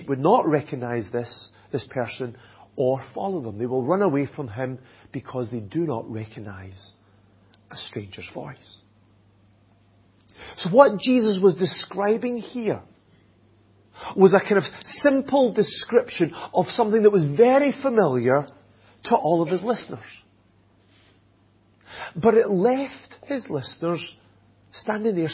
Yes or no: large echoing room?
yes